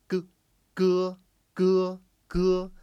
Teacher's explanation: Now there's no aspiration. No air is coming out of your mouth when you say g.